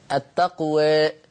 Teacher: الإمالة أو التقليل يسمى بالإمالة الصغرى، لا هي فتح ولا هي إمالة بالفك السفلي لأسفل لتحقيق كسرة كاملة . التقوى هذا هو الفتح، التقوى هذا هو التقليل.